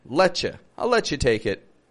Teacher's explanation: I'm mushing them together. I'm not pronouncing let you.